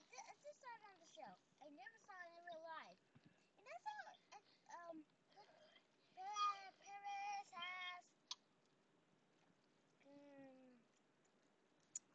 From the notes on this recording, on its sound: this episode was recorded in the car on our way to drum lessons, which means it is staring some special little guests